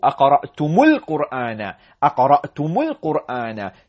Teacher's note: Because we have the meeting of سكونs, we join them. And so we change it to أقرأتم القرآن.